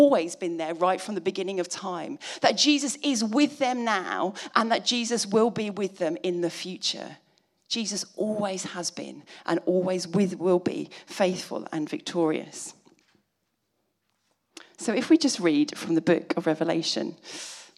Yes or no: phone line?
no